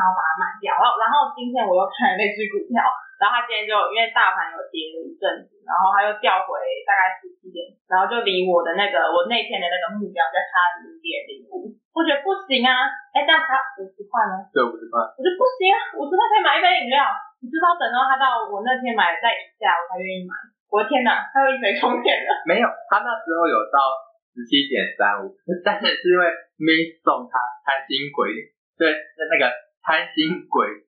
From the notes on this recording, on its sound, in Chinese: 我豬腦導致收音不太好。已經努力修復了。